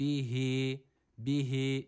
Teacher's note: mide boşluğundan gelen H var burada yine. Bir elif miktarı uzattık.